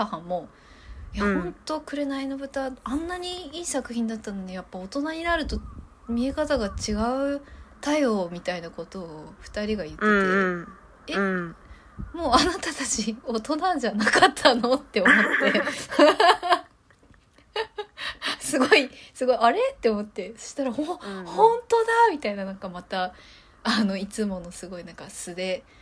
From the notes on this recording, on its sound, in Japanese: 風が強い上にイヤホンが逝った日（ごめん）。タイトルの通りでして音声が乱れております・・・。